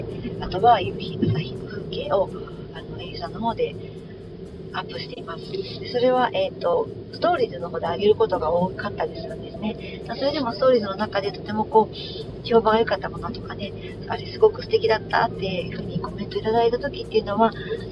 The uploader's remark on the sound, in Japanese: 聞きづらい音声になっています。